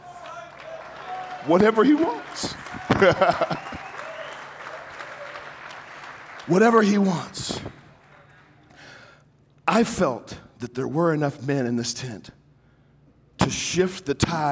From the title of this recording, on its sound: My talk at the Emerge Men Conference